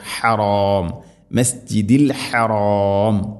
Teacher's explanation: ഹ ഹ ആണ്, തൊണ്ടയുടെ മധ്യഭാഗമാണ് ഹഇൻ്റെ മഖ്റജ്.